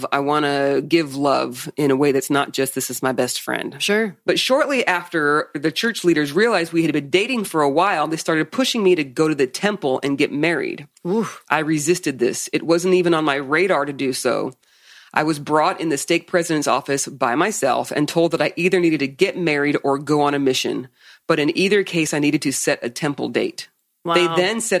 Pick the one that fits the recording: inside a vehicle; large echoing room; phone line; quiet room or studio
quiet room or studio